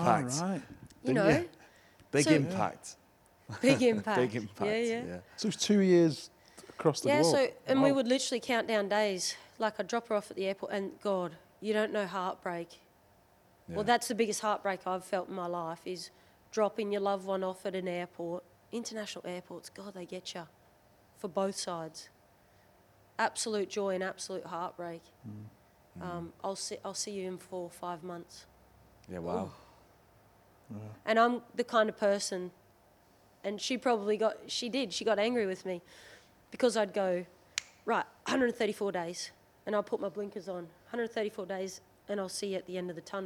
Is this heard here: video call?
no